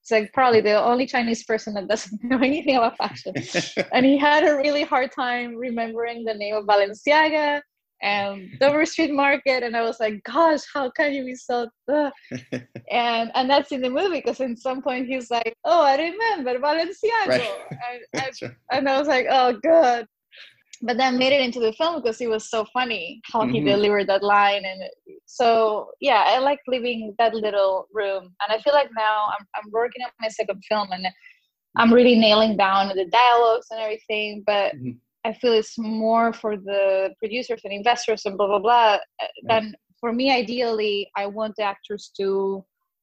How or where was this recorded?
video call